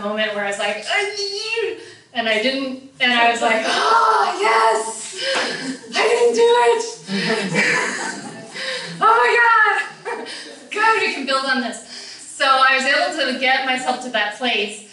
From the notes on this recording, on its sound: Taken from a live talk I did last October at the Mindful Mom Revolution event. Taken from a live talk I did last October at the Mindful Mom Revolution event.